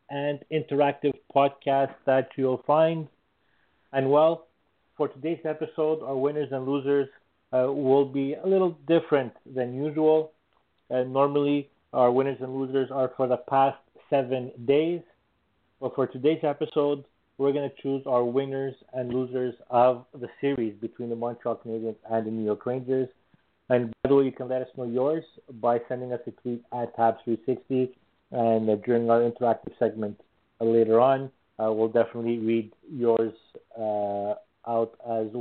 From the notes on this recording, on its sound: we take your phone calls